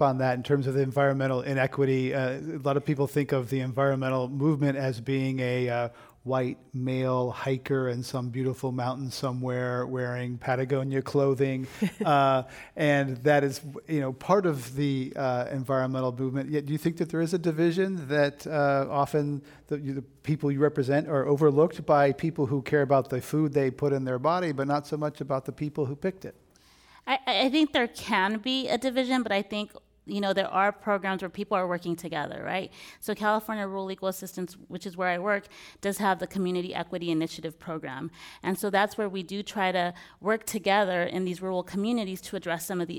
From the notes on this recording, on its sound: This program was recorded in front of a live audience at the Commonwealth Club in San Francisco, CA on September 19, 2017.